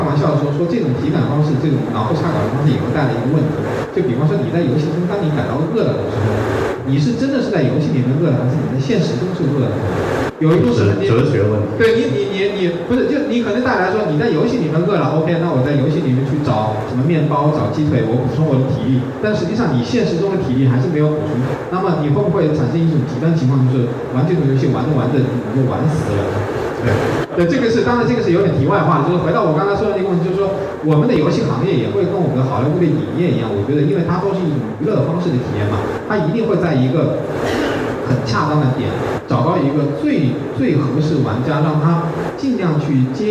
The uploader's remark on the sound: 大会首次设置了移动游戏论坛. 这期节目，就是这次讨论的录音。 录音效果非常差. This episode is the audio record of the roundtable session. I'm sorry that the sound quality is not good.